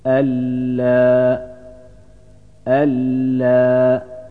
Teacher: Onun için idgam yapıyoruz. Yani nun harfini lam harfine katarak okuyoruz.